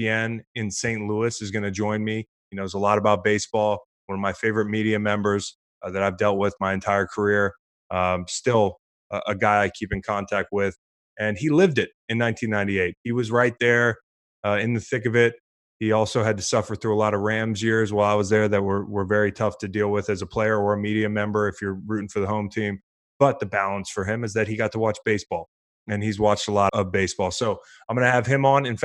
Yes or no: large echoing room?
no